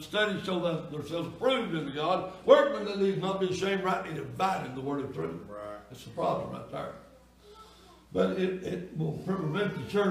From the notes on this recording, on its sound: Sunday Night Worship Service